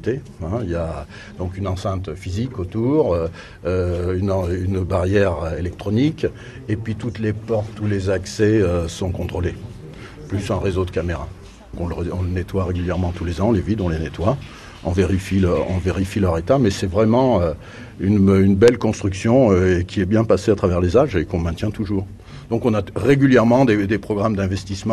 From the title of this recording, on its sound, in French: en direct de la Foire de Paris